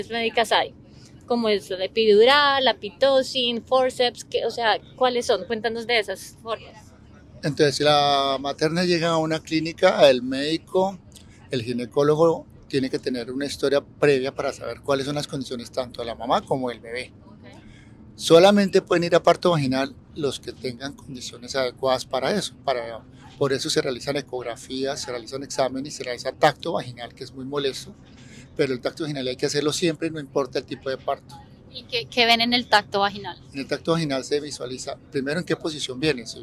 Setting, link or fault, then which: setting, inside a vehicle